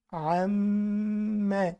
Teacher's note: الغنة في الميم المشددة حركتين، لأنها عبارة عن ميمين مش ميم واحد